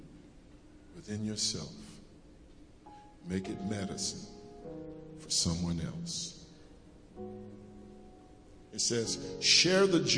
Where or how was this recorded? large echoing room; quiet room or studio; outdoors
large echoing room